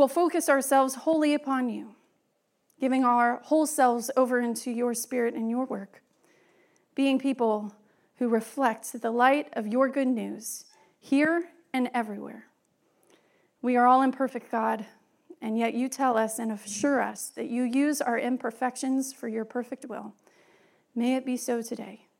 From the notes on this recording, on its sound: Message was delivered during the Traditional and Contemporary joint worship service.